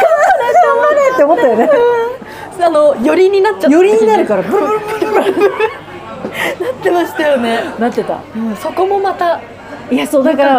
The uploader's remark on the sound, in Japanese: バイト先で生牡蠣を食べながら収録してみた